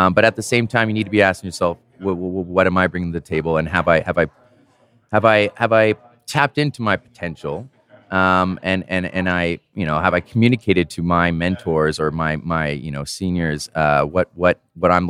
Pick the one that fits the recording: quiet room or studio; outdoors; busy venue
busy venue